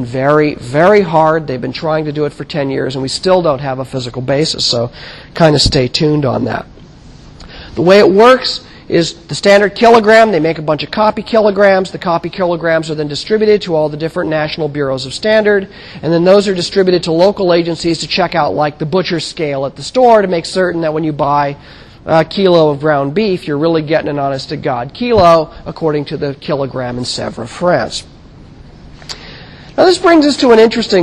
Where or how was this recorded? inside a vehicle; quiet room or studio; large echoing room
large echoing room